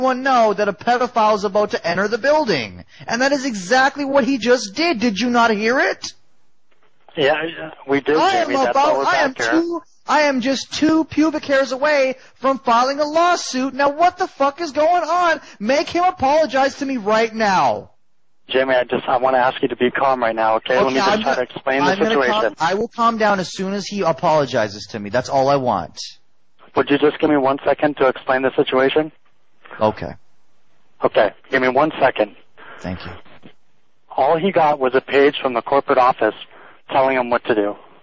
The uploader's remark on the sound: RBCP's Personal Prank Phone Calls Collection